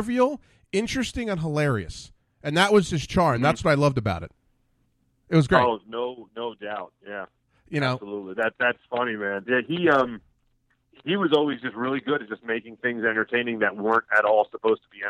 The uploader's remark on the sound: called